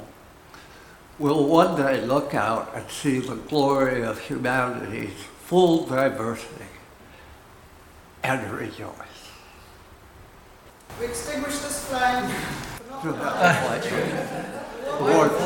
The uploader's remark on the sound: Recorded at Auckland Unitarian Church 23rd July 2023